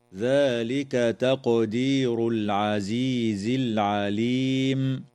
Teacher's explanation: تقلقل القاف في كلمة تقدير